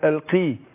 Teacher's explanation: القي عشان مكسورة تاخد أدنى درجات تفخيم